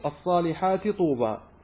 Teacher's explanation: نسكن ثم نضغم في الصالحات طوبى